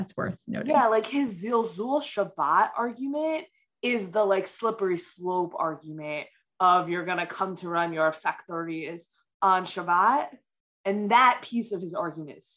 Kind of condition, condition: link, video call